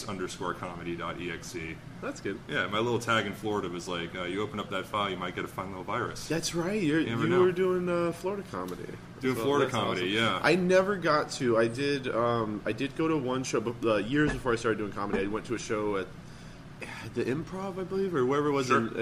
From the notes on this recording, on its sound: before the weekly comedy open mic at Kelly's Olympian in Downtown Portland, OR!